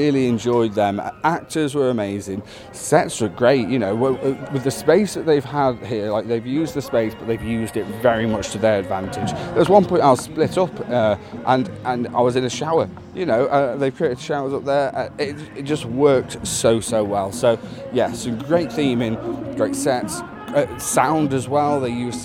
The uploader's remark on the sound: On-location Review Episode 2023. We visit Fear Factory Live at their new location at the Gate Way Bar & Club in Preston.